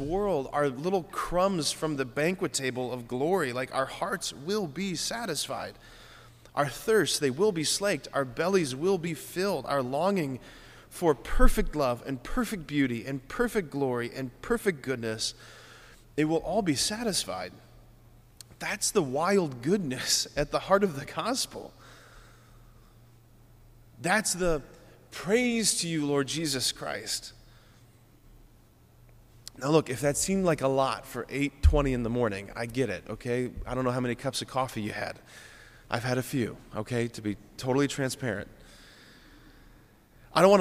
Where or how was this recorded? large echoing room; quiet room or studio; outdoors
large echoing room